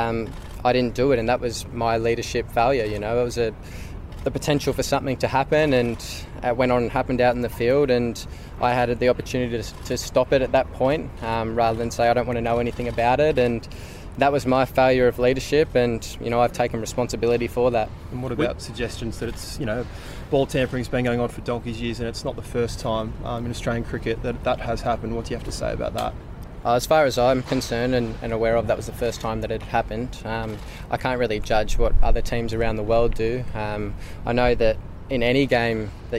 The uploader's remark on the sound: press conference at the SCG